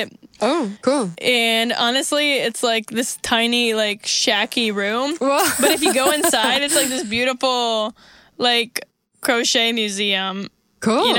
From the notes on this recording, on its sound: Thank you so much Adrian Brown for helping me fix the audio! Sorry about the remaining buzz, this is my fault and lesson learnt!